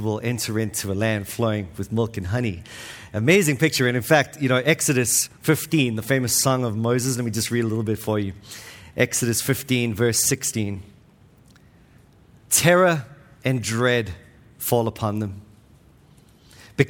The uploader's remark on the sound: This week's episode is from the 2023 Pactum Conference, All Things New .